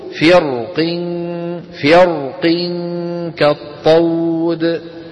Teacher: ومن فخم الراء قال إن الكسر أضعف حرف الاستعلاء، لكنه لم يلغيه، فبقي للقاف قوة في أن تفخم جارتها الراء · Term: التفخيم